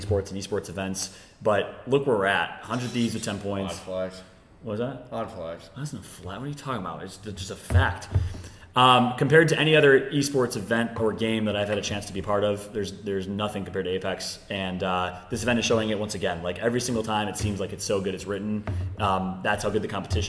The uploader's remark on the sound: LIVE FROM BIRMINGHAM DAY 2